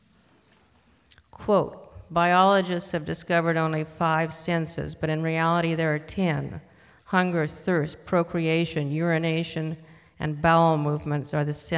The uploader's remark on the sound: This was recorded on October 19, 1998 in front of a live audience at New York’s 92nd Street Y.